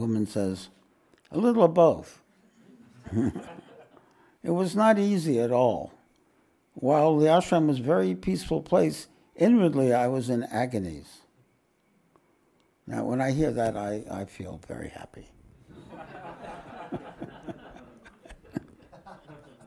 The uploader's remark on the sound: This podcast was recorded live at The Ashram in Mount Eliza on the 9th of September, 2023.